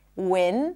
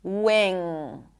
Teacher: For example, in the word win, where there is a clear N sound, I'm going to win this, I'm going to win in this race. Win, the tip of the tongue blocks the air, air comes out through the nose, versus wing.